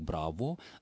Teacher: артикулируя «о», как было принято в дореволюционной России в такого рода заимствованиях